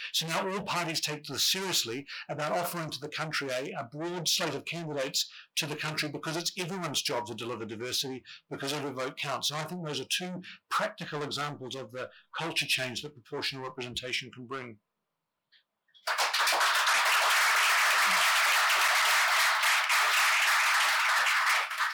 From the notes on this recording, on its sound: This event was part of the IfG's Labour Party Conference 2023 fringe programme.